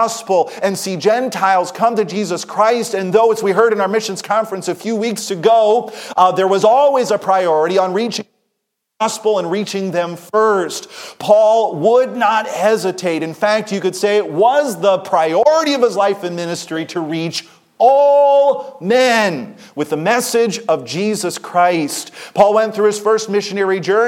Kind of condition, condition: setting, large echoing room